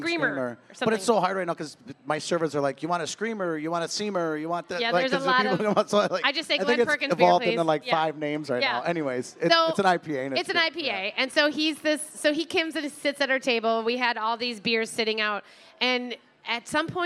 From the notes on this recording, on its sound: Live from the KSTP Stage at the Minnesota State Fair